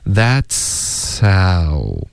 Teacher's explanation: 这个 h 的音有一点被前面的嘶的音盖住了，不太能听出来，可是还在